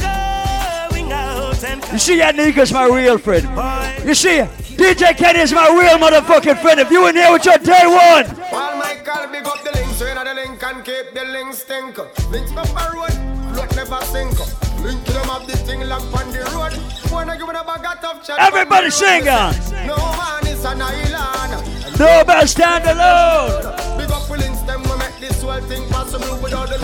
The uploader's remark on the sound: LIVE AT CLUB DUBAI IN QUEENS NYC ON JULY 31st